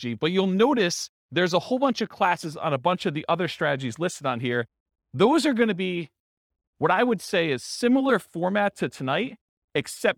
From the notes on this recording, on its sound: This was a live class recorded